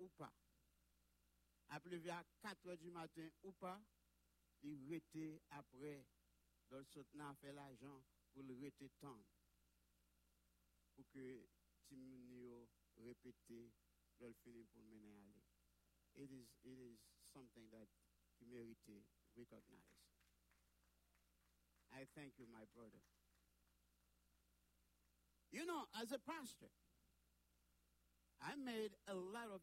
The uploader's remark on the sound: Sunday Service Live